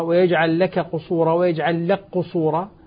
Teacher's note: هنا لك قصورة، أدغمنا الكاف في القاف